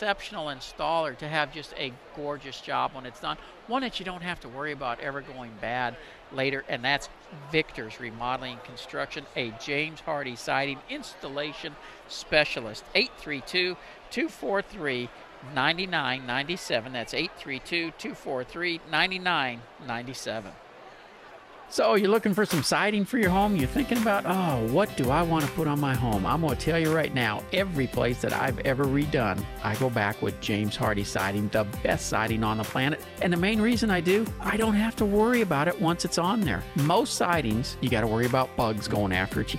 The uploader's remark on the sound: live from NRG